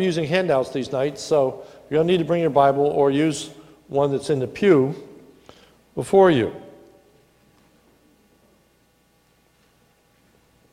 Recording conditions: large echoing room